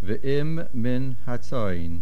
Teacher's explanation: The word V'im ends with a mem. Min begins with a mem. Make sure we hear both.